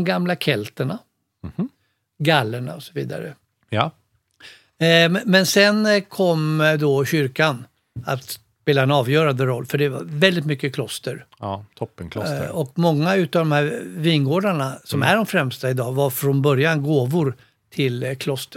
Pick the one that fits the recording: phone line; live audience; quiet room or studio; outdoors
quiet room or studio